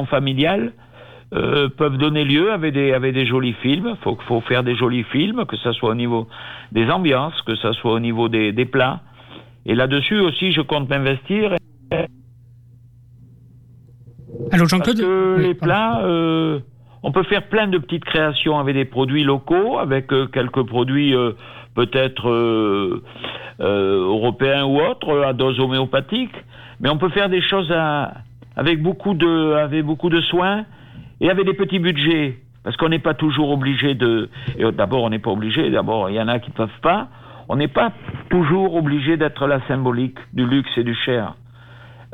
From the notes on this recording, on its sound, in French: En direct et par téléphone